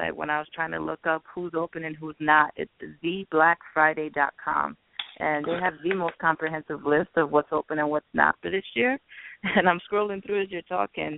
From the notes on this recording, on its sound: THIS WILL BE A LIVE CALL IN SHOW